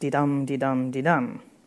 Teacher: there are these steady iambs, first unstressed, second stressed